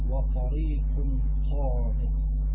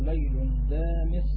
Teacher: يعني الطاء من وسط اللسان والدال من طرف اللسان